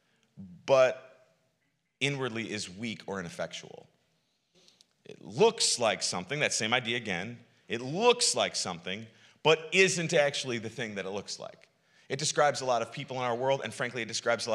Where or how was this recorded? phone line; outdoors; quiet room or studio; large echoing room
large echoing room